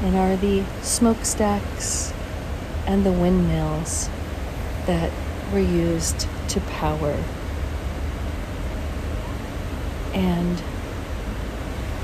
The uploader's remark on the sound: Basseterre, St. Kitts. Special Edition On Location Walk and Talk.